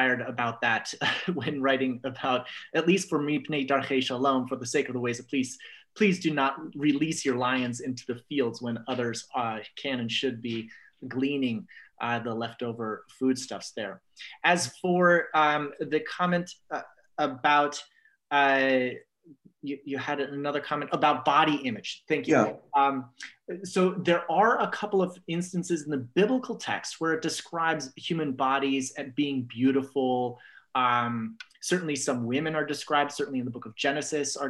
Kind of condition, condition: link, video call